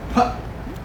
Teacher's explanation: You don't lengthen it because it comes out as a sort of like an explosion. · Term: plosives